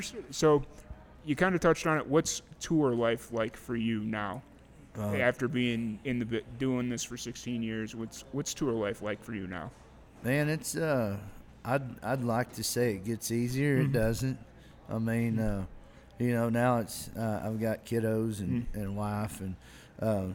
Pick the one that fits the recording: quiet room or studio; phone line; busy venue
busy venue